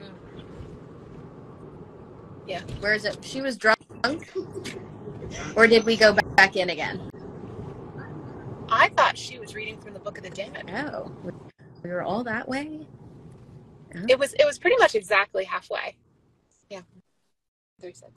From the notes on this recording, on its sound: Live Watch Party. Although this episode suffered from the curse of the Mummy and hit some hidden booby traps, we at least hope you enjoy the few minutes that we were able to raise from the dead in our second "live" episode.